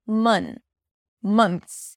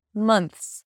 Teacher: it sounds like a stressed schwa. You relax your jaw just a bit. The lips are relaxed and the tongue is centralized. · IPA: mʌnθs